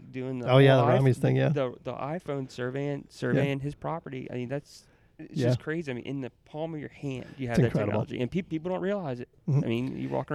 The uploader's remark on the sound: TopoDOT Users Conference 2022 - A Geoholics Road Show. I was honored to be invited to this year's TopoDOT Users Conference in beautiful Orlando Florida! Random unscripted interviews recorded at #TUC22.